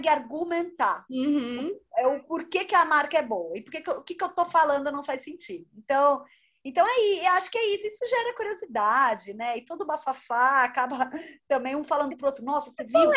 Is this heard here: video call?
yes